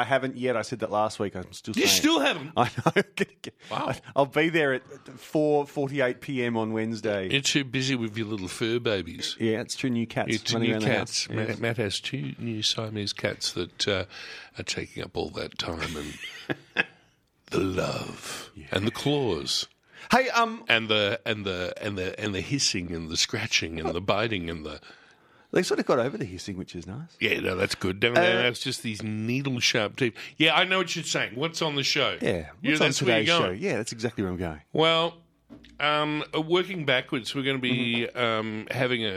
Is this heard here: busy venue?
no